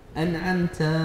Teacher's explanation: مد الفتح على التاء حتى يخيل للمستمع أن بعد التاء ألفا